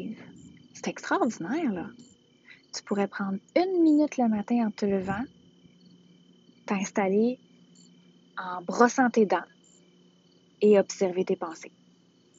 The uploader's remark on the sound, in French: Cet épisode a été enregistré à l’extérieur, la qualité audio n’est pas maximale